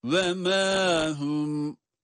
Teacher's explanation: Mim'de bir elif miktarı meddi tabii var.